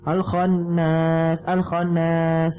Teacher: Ya, otomatis ketika ada nun bertasydid atau mim bertasydid itu ya, wajib kita baca dengan gunnah. Ya, wajib kita baca dengan gunna dengan tempo yang dipanjangkan. Ya, hati-hati maka ketika membaca tasydid ini jangan sampai kita membacanya dengan secara cepat.